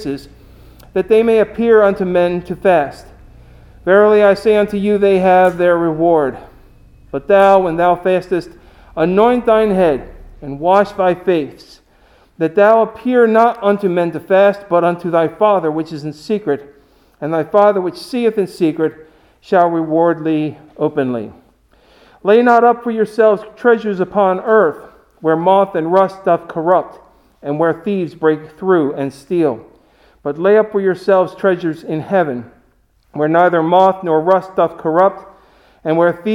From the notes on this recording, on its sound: Recorded at Hudson UMC on Ash Wednesday, February 17, 2021